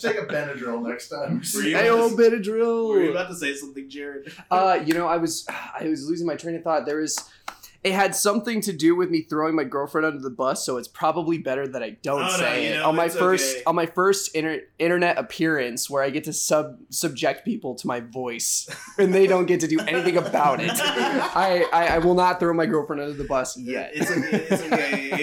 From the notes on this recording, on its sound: Unfortunately, some of our equipment crapped out on us.